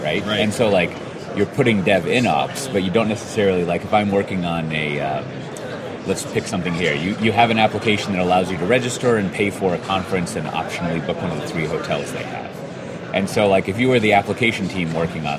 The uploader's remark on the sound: In this episode recorded at SpringOne Platform